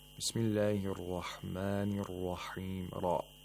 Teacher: The ra of rahman and rahim are both pronounced with tafkhim. You have to pronounce them with tafkhim because they have a fatha.